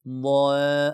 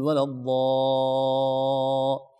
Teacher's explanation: صعب نقول ولا الضال، لا، ضاء خطأ، نقول ولا الضاء، يظل صوت الضاد وارتفاع الضاد وقوة الضاد تصاحبنا إلى نهاية المد · Shown in: second take · Term: مستعلية مفخمة